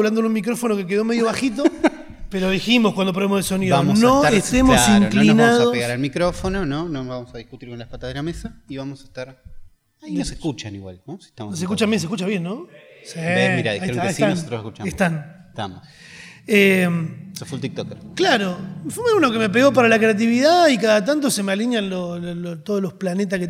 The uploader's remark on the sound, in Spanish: En vivo desde Rosario